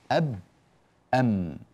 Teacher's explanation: الشفتان معا بانطباق، انطباقهما معا يخرج الباء والميم